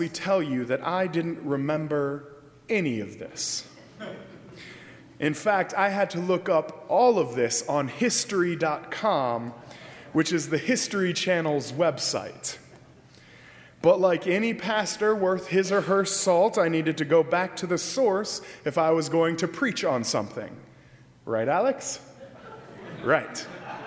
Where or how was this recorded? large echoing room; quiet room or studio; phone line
large echoing room